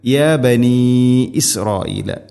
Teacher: മദ്ദിൻ്റെ അക്ഷരമായ യാന് ശേഷം ഹംസ അടുത്ത പദത്തിലാണ്. മദ് മുൻഫസിൽ, നാലോ അഞ്ചോ ഹർക്കത്തിൻ്റെ ഖദറിൽ നീട്ടാവുന്ന മദ്ദാണിത്. ഇസ്രായീല, ഈ ദൈർഘ്യം, ഈ മദ് മുത്തസിലാണ്.